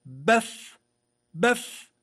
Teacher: ولو قلت بف ستجد أنهما متقاربان. بف بف، هذه من الشفتين وهذه من أطراف الثنايا العليا مع باطن الشفة السفلى